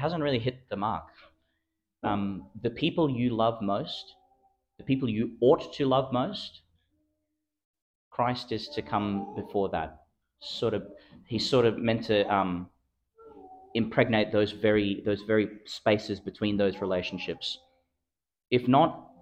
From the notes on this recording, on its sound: Homily for the Thirteenth Sunday in Ordinary Time, delivered in Our Lady of Mt Carmel Church, Mt Larcom, Qld.